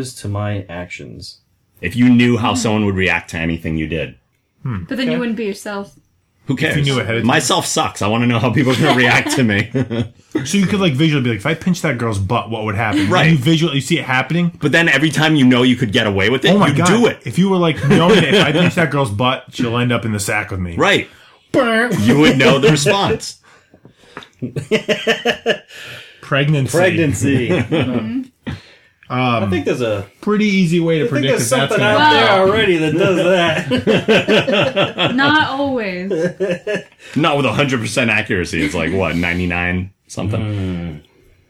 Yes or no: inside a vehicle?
no